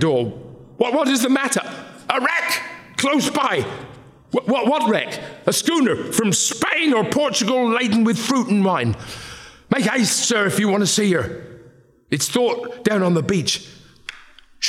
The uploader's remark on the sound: This event was recorded on 11 July 2023 as part of Sotheby’s Book Week